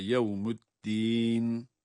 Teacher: eddin kelimesinde medde arız olduğu için bir elif miktarı ya da daha çok uzatabiliyoruz